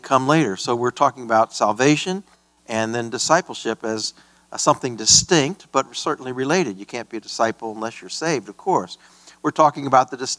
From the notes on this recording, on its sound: This message was preached at a Free Grace Alliance regional conference at Emmanuel Baptist Church in Starkville, MS.